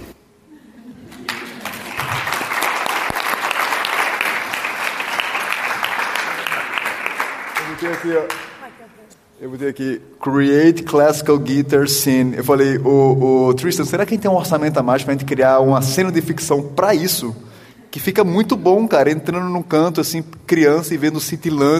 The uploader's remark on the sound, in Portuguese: Nesse episódio, gravado durante o 17º Congresso Brasileiro de Medicina de Família e Comunidade. Intervenções da plateia.